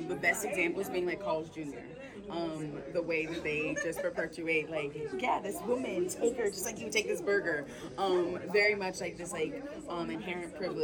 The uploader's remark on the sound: We took Conversations with the Creators on the road to the annual Popular Culture Association conference, which was held in San Antonio, TX.